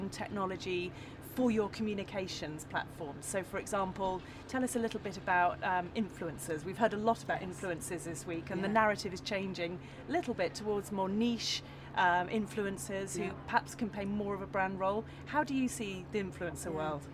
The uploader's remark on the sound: Live at Cannes Lions